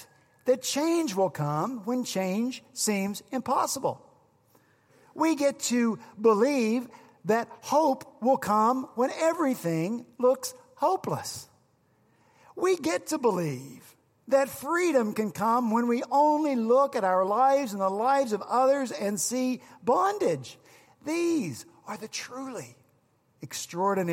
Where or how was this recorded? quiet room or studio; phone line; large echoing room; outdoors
large echoing room